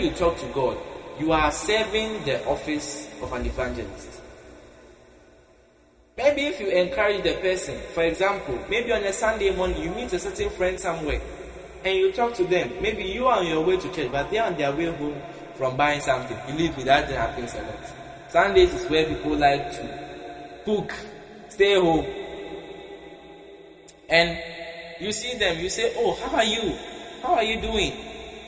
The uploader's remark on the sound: Preached at the Prophetic Encounter Service, Accra, Ghana.